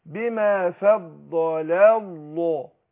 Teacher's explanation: وبرضو اخد بالي من الفاء المرققه يعني والضاد وقعت بين مرققين الضاد مفخمه وقعت بين ايه بين مرققين اقول فض ما اقولش